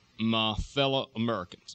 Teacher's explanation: The Southwest Texas dialect is one that definitely has, in a sense, a throaty resonance focus. It's not up there on the soft palate.